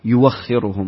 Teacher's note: في قوله يؤخرهم، الهمز هنا مرسوم على الواو، فلورش إيش؟ إبدال همز واو مفتوحة